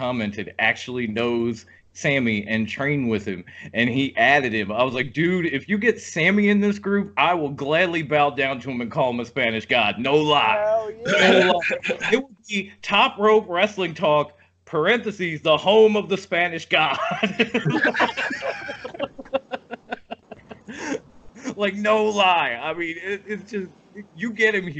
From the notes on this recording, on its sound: 4 Admins from a FB group decided to hop on Skype.